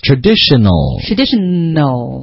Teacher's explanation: 他就是想听这个 N 和后面的 AL 连起来的发音